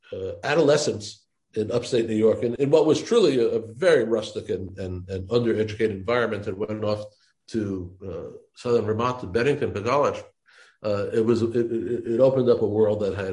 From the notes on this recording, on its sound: We spoke recently via Zoom